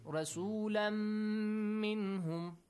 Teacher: It is with ghunna, right? With a nasal sound.